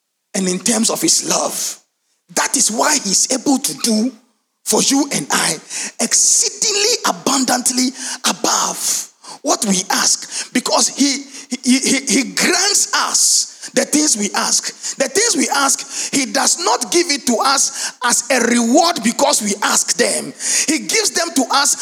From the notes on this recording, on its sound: Sermon preached at CBC Shiashie Campus